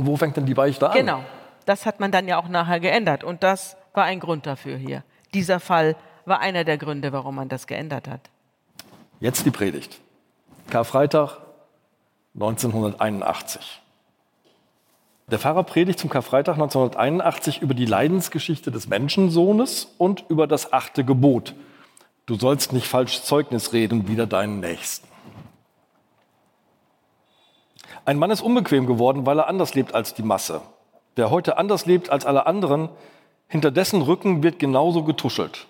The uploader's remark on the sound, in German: im Live-Podcast der Langen Nacht der ZEIT